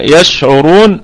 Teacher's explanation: والشين نراعي فيها التفشي، التفشي والرخاوة، تمام، وكمان الهمس، هي من حروف الهمس.